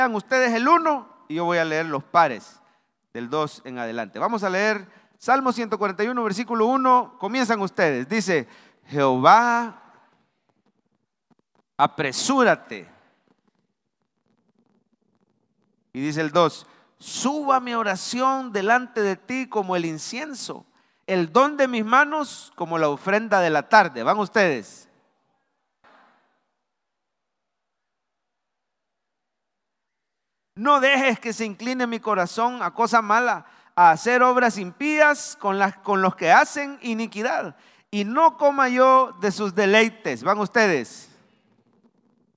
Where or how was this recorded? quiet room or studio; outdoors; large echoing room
large echoing room